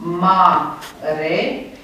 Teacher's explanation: in este o silabă lungă pentru că e urmată de două consoane